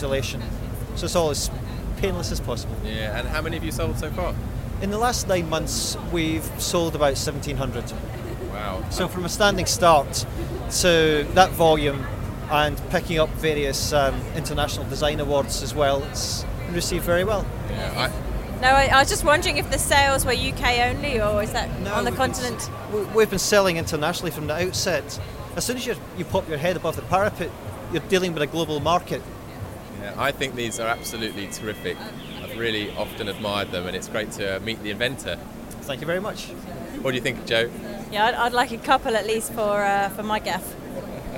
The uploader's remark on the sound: at Cycle 2006, the UK’s biggest cycling exhibition and trade fair.